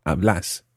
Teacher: with a stressed second syllable